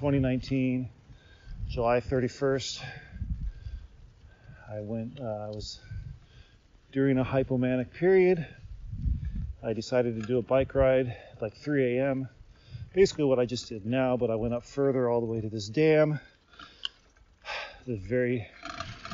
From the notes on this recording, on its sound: Recorded as I road slowly north on a beautiful winter day here at the start of January 2022 in Japan, this one is just me yakking about all sorts of stuff. Now, there are some sounds of wind into the mic, but folks, it's a bonus episode, which means I don't spend all that much time in post-production!